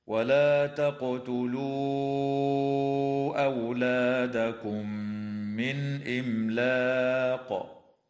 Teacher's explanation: تقلقل القاف وصلا ووقفا في كلمة تقتلوا